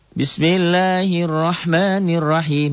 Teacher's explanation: Binya kosor, sinnya kosor. Bismillah, lafad Allahnya dibaca tipis tarkik